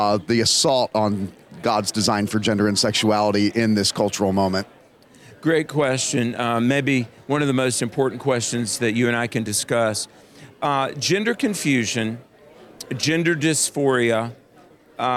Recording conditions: busy venue